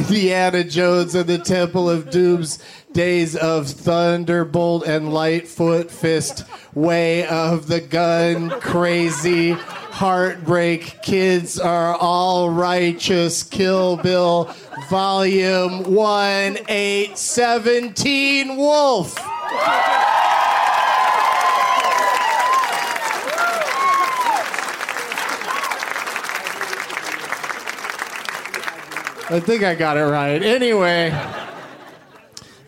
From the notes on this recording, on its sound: Live from the Punchline in Sacramento